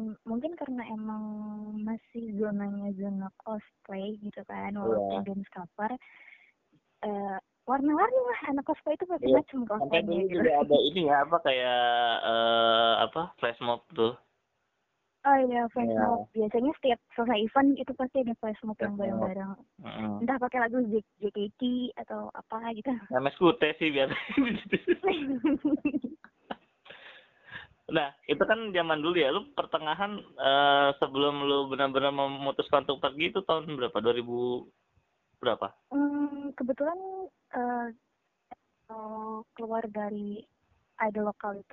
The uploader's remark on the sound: By phone ditengah wabah Covid 19.